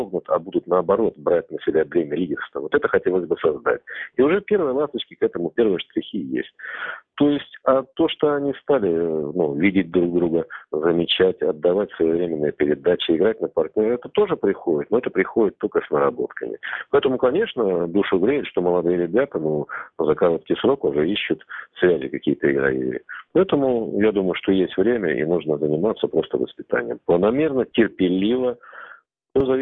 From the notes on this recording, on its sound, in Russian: Из Швеции по телефону